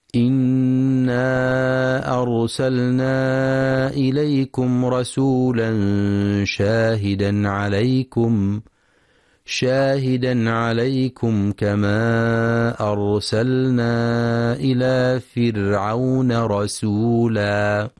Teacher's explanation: ينتبه القارئ لتفخيم راء أرسلنا فهي ساكنة وما قبلها مفتوح، وينتبه للمد المنفصل في إنا أرسلنا، يمد أربع أو خمس حركات في رواية حفص من طريق الشاطبية، وينتبه لترقيق راء فرعون.